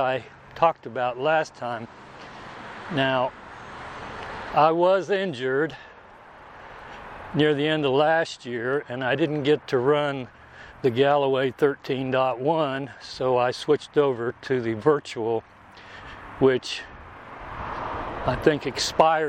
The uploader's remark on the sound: Today I am walking at Mountain Park Park and doing my usual rambling on.